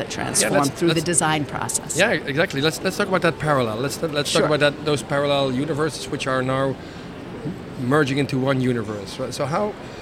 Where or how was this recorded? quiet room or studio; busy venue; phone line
busy venue